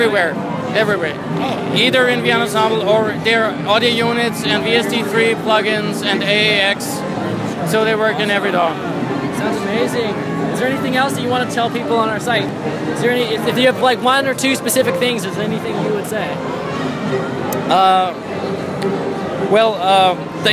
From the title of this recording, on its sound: Live from NAMM 2016